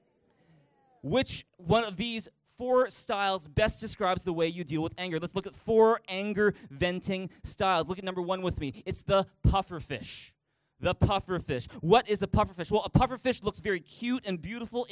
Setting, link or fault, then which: setting, large echoing room